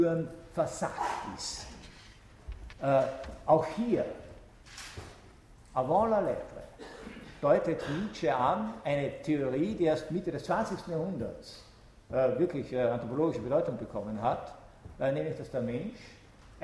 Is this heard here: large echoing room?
yes